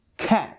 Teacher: The English k, however, and especially in British accents, is much more plosive, which means that you push the air out a bit more forcefully.